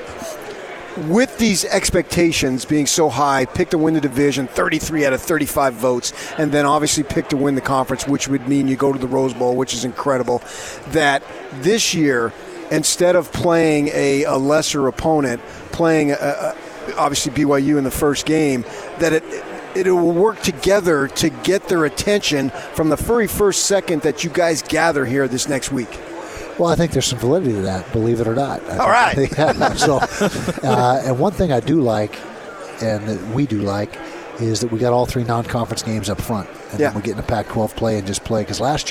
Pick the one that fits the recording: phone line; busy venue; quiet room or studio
busy venue